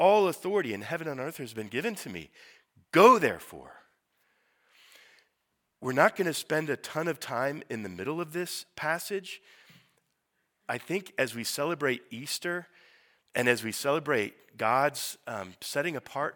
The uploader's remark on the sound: Sermon preached at Priestly Ordination Service